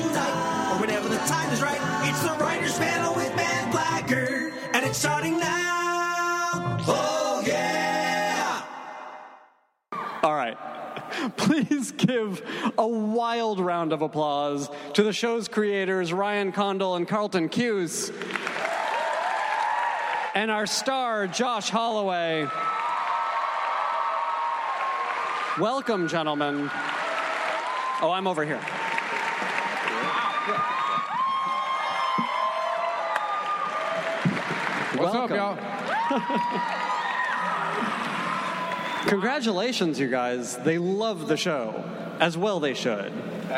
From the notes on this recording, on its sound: Recorded at NY Comic Con on October 9, 2015.